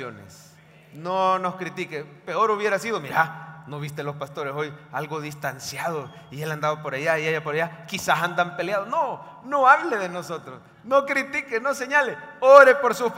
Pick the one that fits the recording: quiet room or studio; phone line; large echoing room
large echoing room